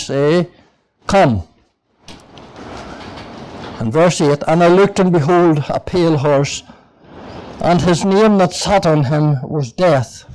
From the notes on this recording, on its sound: (Junction 13 Gospel Mission). This audio was recorded at the Lifeboat Fellowship, Grange Corner, Moy.